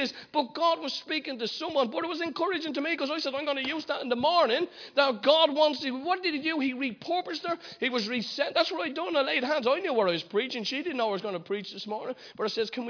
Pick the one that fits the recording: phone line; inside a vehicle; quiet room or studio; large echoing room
large echoing room